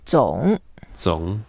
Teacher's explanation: 总 is a third tone, so we go down and then up.